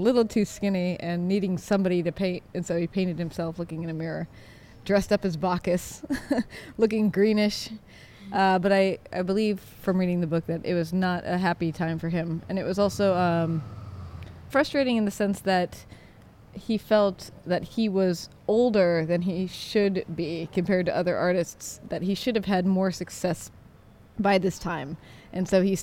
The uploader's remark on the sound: A rebroadcast of our walking tour through Rome